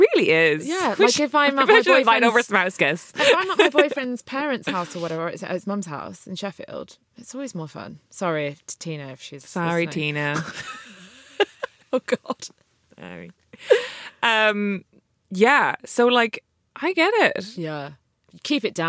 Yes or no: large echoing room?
no